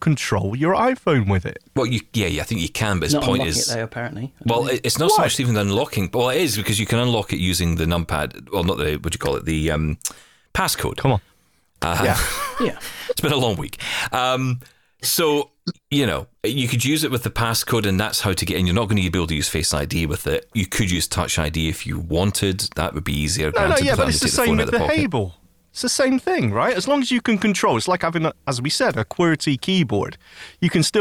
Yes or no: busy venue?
no